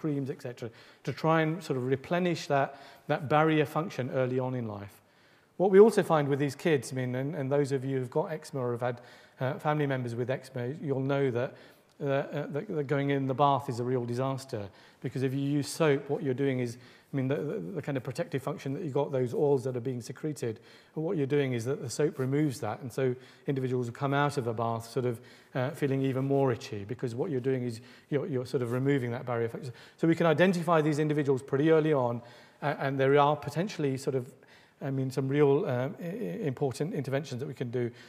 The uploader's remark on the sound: Delivers the third lecture in the 2014 Medical Detectives series. Recorded on 23 October 2014, at the University of Edinburgh's Anatomy Lecture Theatre.